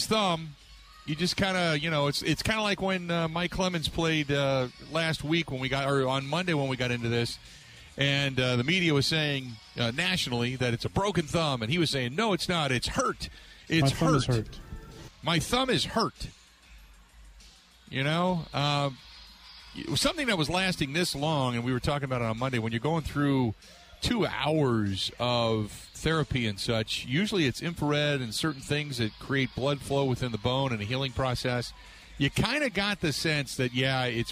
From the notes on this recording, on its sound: live from The Mecca in the Deer District